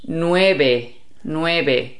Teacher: And then the V is pronounced as the B, nueve, nueve. And of course the last E is also pronounced, it's an E.